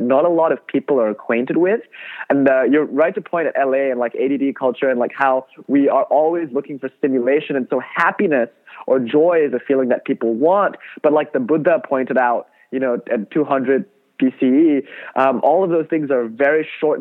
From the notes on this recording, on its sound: Over the phone